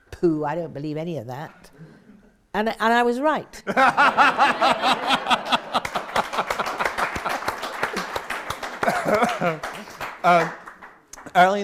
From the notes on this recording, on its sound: Live Literary Salon at the London Library. Interview and reading recorded live.